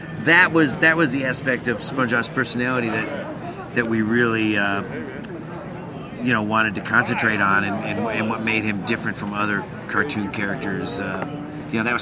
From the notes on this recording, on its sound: This year we invaded comicpalooza. We have our show from the convention floor.